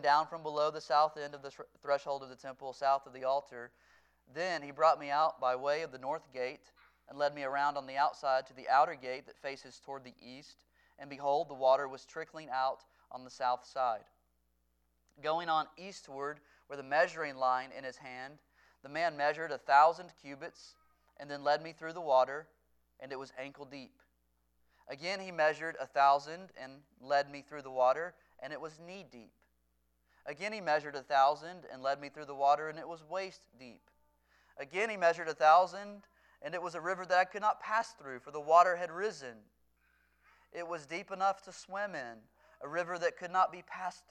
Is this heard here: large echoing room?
yes